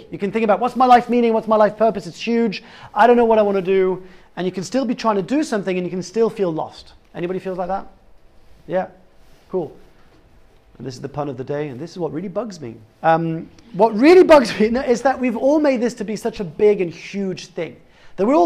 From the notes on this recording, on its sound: live talk from Google Campus x General Assembly